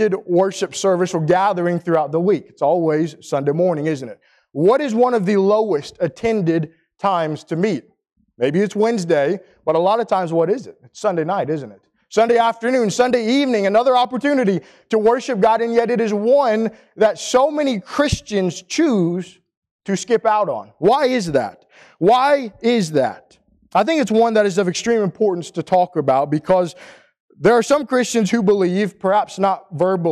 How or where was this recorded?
large echoing room